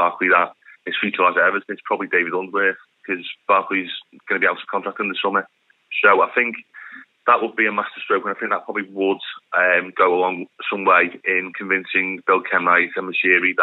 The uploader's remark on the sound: getting on the phone with Merseyside journalist